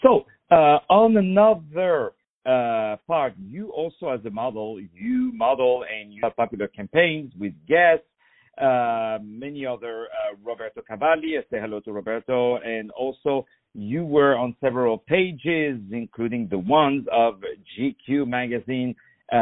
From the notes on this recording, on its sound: On the phone